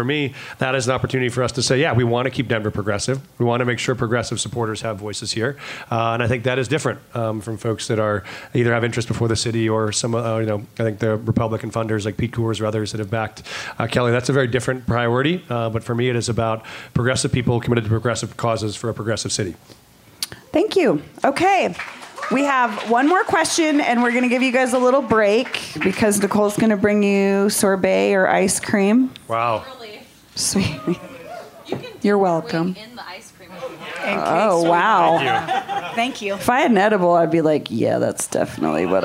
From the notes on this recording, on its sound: Moderated a Hot Ones-style forum. We’re proud to share a recording of that event here with you today.